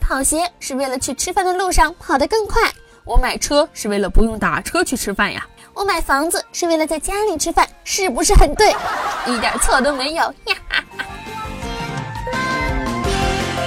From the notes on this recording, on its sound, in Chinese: 这期录的太艰难了，外面一直吵有杂音。